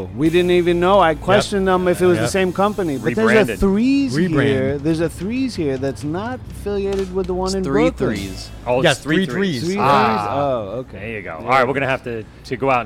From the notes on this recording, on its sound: Live at AC Beerfest. AC Beerfest LIVE at Bader Field in Atlantic City NJ.